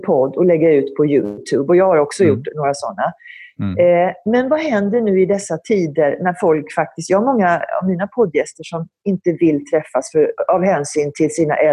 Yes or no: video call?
yes